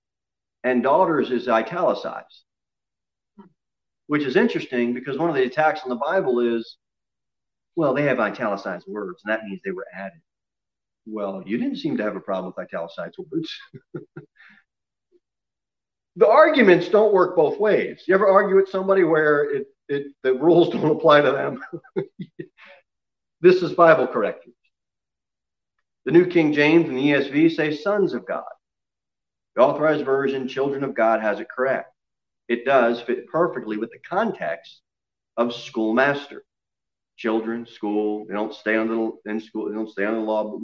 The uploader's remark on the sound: Sermon delivered at Pilgrim Baptist Church on Sunday, November 29, 2020, at 11:15 am. Jere Whitson Rd.